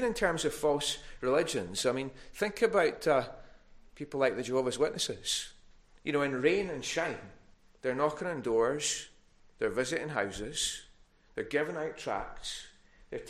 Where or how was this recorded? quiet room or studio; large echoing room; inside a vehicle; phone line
large echoing room